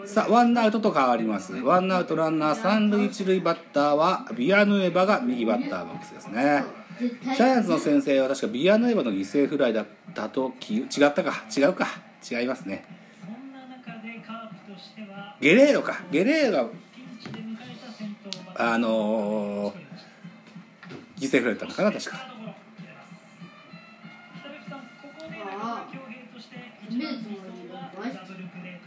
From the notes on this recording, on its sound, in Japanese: マツダ ZoomZoomスタジアム。IPad収録版。